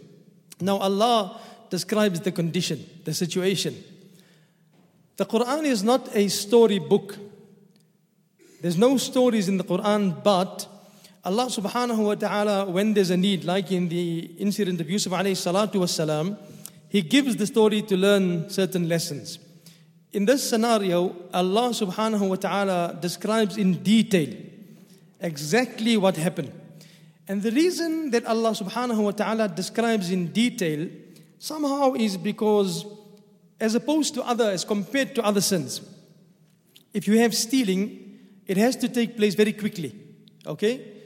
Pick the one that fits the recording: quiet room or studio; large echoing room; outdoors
large echoing room